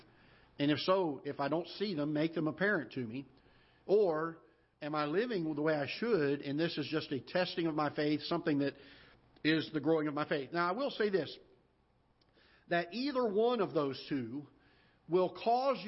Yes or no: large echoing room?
yes